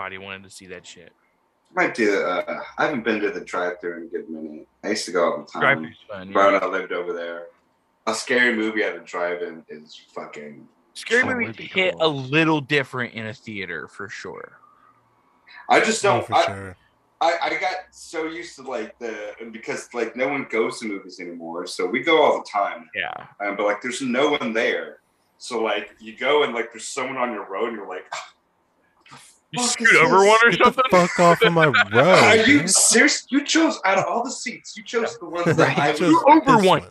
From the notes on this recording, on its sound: On a cold evening in Fort Worth, instead of practice, the boys are forced to have a zoom hang!